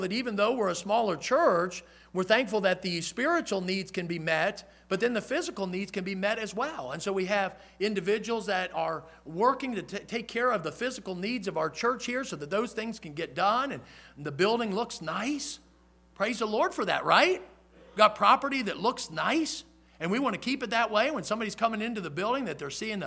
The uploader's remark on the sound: in the Sunday Evening Service on February 12, 2023, at Victory Baptist Church in Boonsboro, Maryland